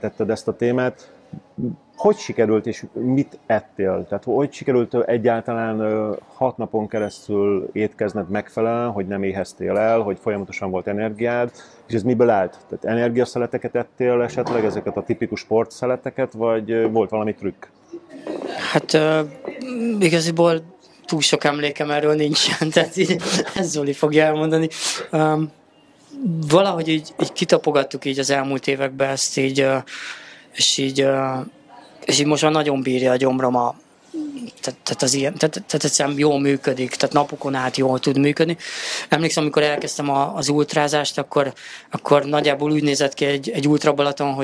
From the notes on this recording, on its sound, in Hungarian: A felvétel helyszínét a MAD DOG CAFE biztosította